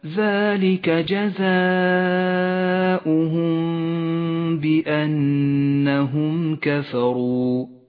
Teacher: الإخفاء الشفوي في قوله تعالى ذلك جزاؤهم بأنهم كفروا، الميم الساكنة مع حرف الباء إخفاء شفوي، تخفى الميم بالباء وتغن بمقدار حركتين